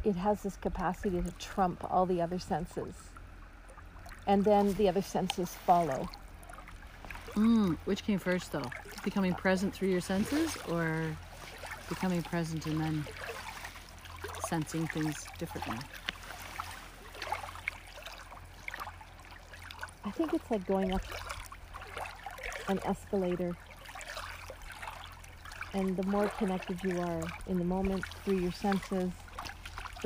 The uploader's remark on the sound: Listening to the song of Lake Bernard at the water's edge while sitting on a big flat rock that disappears under the water, also known as the Canadian Shield. Enjoy the sounds of Lake Bernard, the largest fresh water lake in the world without an island!